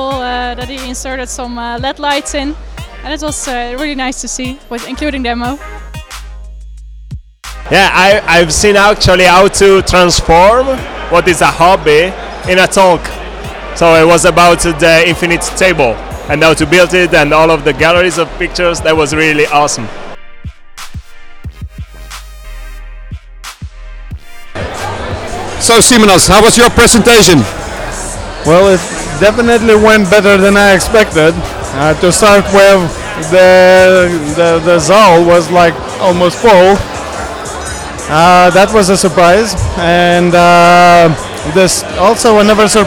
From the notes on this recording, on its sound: Spaces Summit 2019. We share quotes from the audience with you. We set-up our mobile studio equipment the best we could, but as we were at this great location, you might hear some background noise and disturbance.